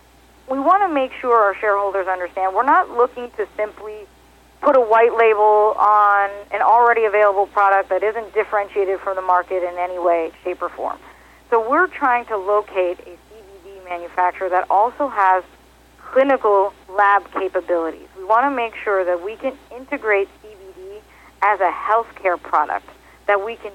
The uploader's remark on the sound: called in to SmallCapVoice